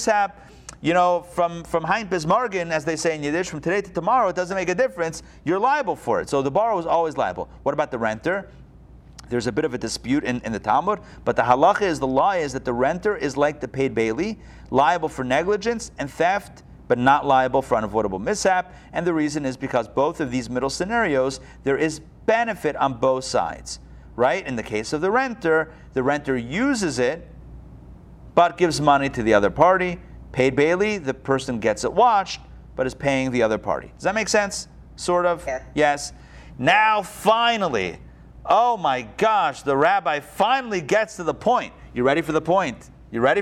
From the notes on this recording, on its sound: Recorded live at Atlanta